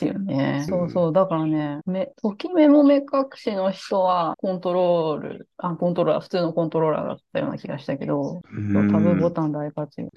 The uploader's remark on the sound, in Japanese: Zoomを使って録音しています。